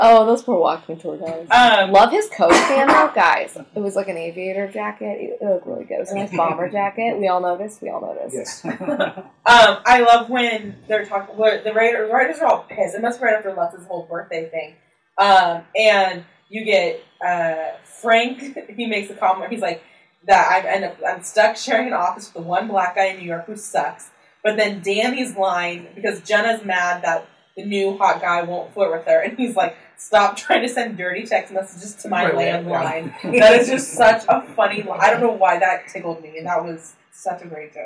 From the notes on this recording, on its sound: Today we have sound problems! We had some major technical/microphone difficulties this week, so the sound quality is similar to that of an old school "Speak and Spell".